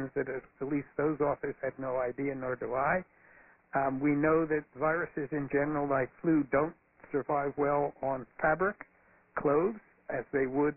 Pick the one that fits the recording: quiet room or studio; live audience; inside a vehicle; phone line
phone line